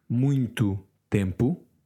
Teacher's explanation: that mu becomes a nasal sound